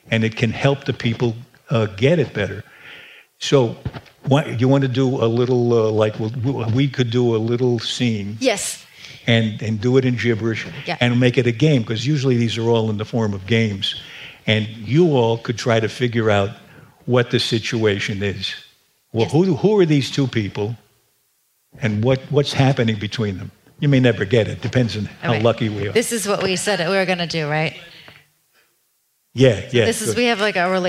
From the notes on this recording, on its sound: This episode was originally recorded live on stage.